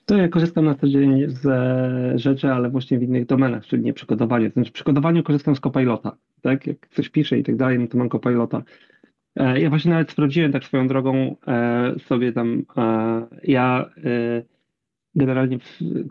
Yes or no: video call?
yes